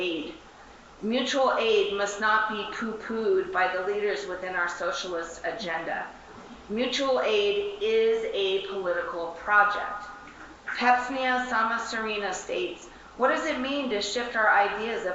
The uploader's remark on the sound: session recorded at Socialism 2022